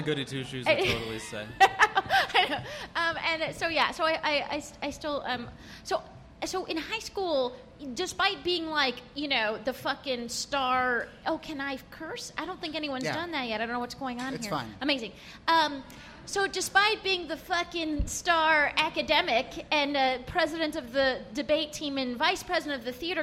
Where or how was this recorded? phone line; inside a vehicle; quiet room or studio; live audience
live audience